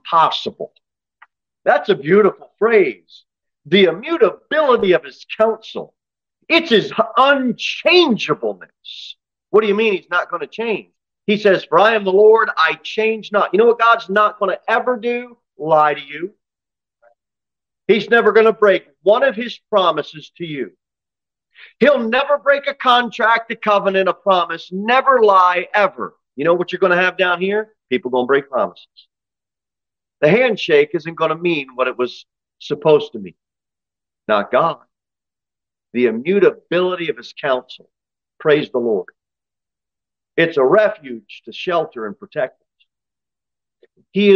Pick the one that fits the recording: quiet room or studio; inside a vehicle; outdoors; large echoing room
large echoing room